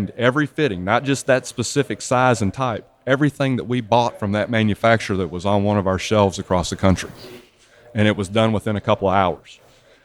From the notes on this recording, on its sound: at the 2019 work boatshow in New Orleans, Louisiana